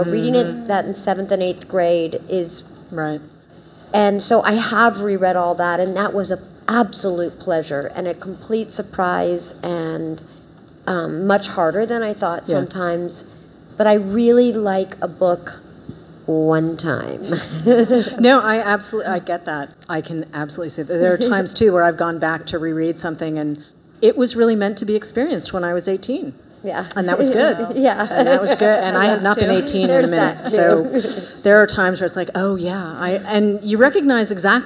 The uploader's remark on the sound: join us live at Barnes & Noble Union Square